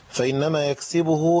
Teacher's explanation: لازم نحقق الضمة بتاع الباء